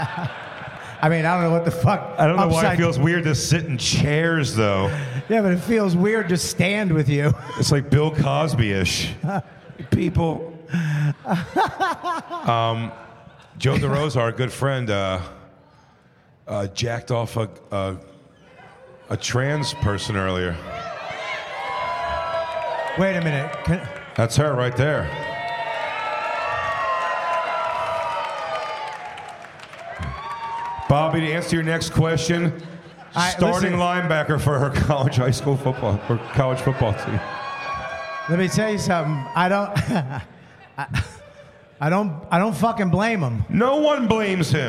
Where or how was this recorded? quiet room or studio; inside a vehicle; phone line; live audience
live audience